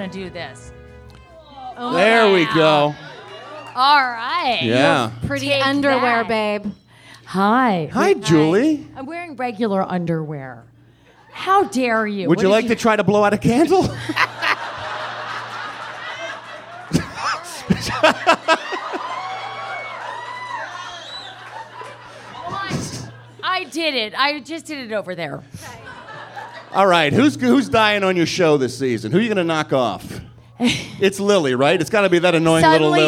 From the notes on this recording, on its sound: In front of a LIVE sold out audience at the world-famous Improv Comedy Club in Hollywood. The crowd was amazing!